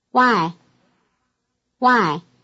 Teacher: This word, unlike most Chinese words, has no fixed tone. The intonation varies according to the speaker's mood.